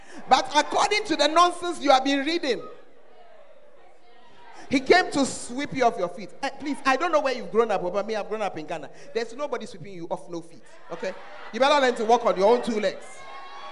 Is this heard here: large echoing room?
yes